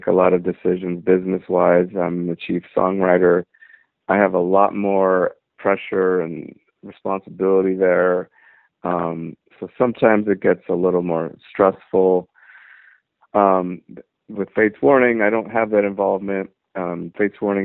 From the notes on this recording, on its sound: I talked on the phone for a half hour